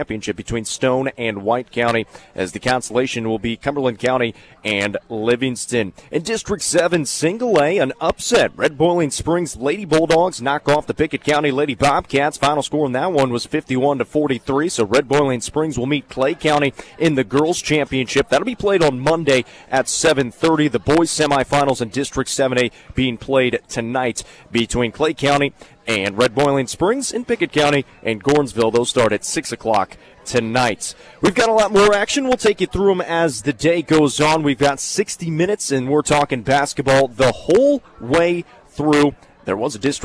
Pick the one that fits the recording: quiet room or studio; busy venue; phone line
busy venue